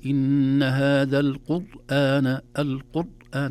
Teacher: لكن التثبيت قد يزيد، يقول إن هذا القرآن، القرآن، تخرج الراء محصرمة كما يقولون، أو شديدة لا يظهر فيها زمن الراء. فيتحتاج إلى إلى إلى عناية، إلى وسطية، إلى بينية.